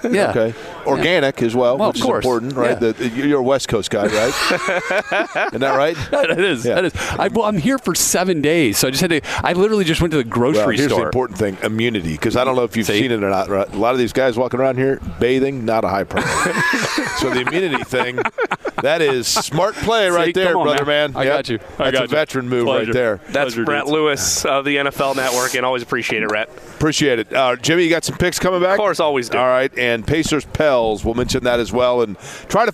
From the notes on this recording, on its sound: Live From the NFL Combine. Live from radio row at the NFL Combine.